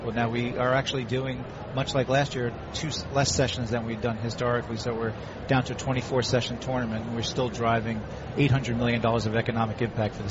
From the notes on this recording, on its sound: Live from the 2016 US Open.